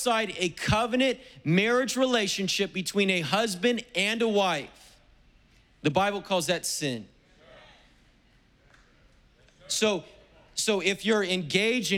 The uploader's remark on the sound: Was preached on September 5th at the 11:30AM service.